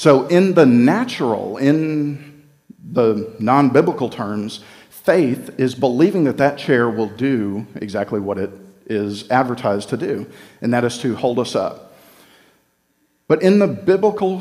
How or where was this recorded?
live audience